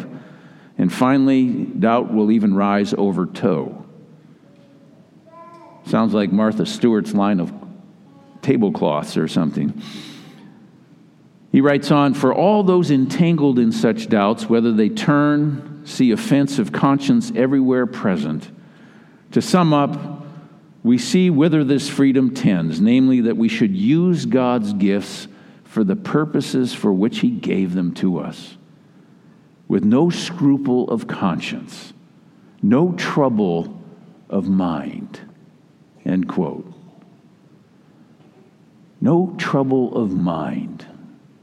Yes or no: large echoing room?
yes